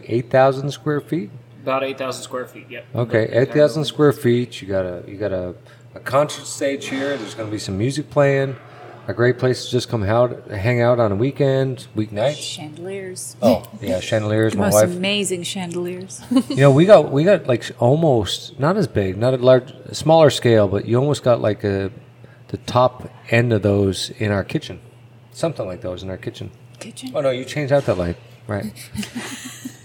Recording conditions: sounds in the background